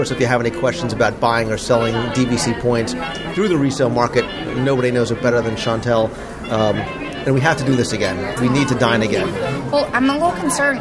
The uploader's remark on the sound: One of just a few Walt Disney World restaurants that offers year-round outdoor dining, it overlooks the Lake Buena Vista golf course and it's casual atmosphere reflects the resort's equestrian theme. Inside the restaurant for a live review of the ambiance.